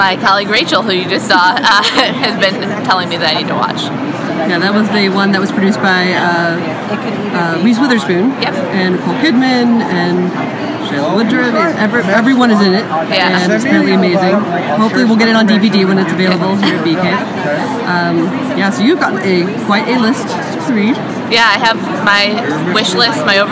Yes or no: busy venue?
yes